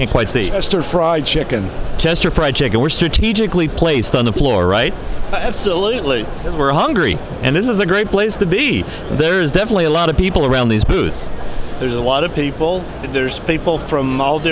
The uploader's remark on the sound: While attending the NACS Show 2021 in Chicago. On the trade show floor.